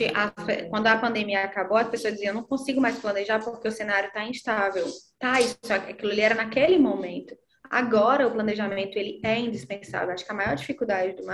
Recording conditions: video call